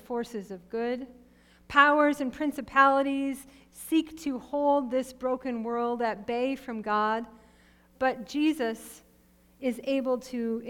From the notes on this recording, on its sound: Sermon preached at RCHP on March 6, 2022.